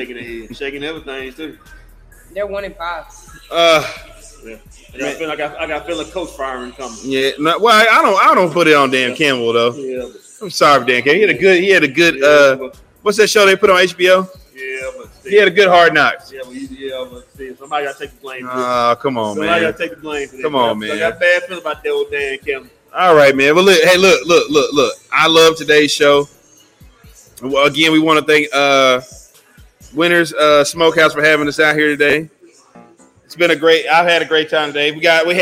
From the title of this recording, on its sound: Live from Winners Smokehouse